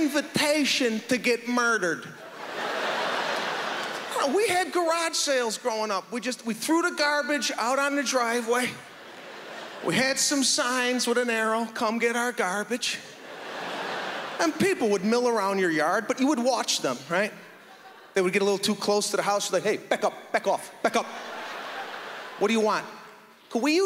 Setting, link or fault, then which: setting, live audience